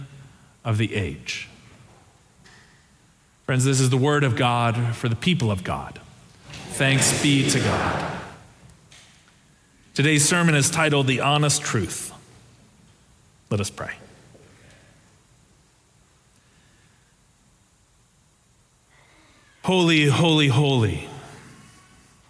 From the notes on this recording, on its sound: Preached on June 4, 2023 for our Sanctuary and MorningSong Worship Services.